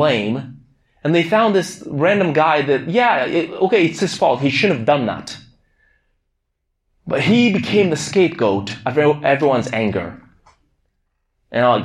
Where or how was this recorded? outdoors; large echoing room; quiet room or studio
large echoing room